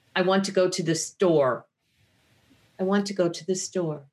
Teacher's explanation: Fading away at the end of a sentence instead of a hard stop.